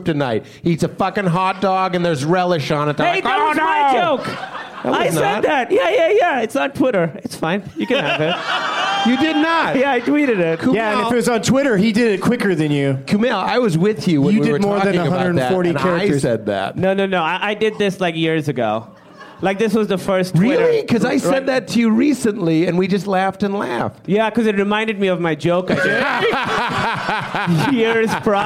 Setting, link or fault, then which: setting, live audience